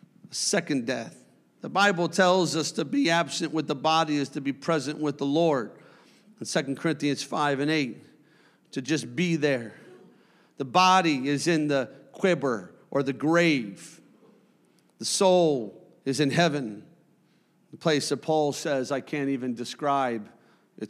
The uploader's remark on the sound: A service recording from Connect Point UPC.